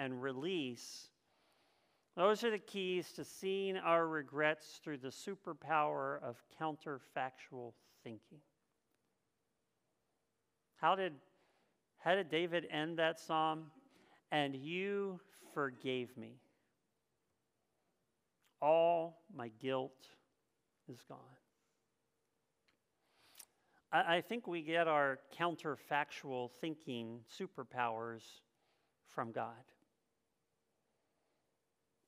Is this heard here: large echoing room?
yes